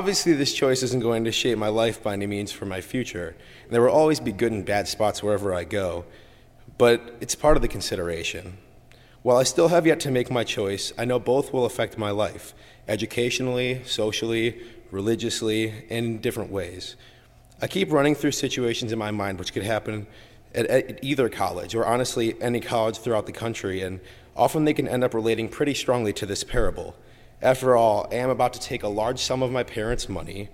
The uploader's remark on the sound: During the Heritage service (11:00 am) on Sunday, February 7, 2016, at First Presbyterian Church of Arlington Heights, Illinois.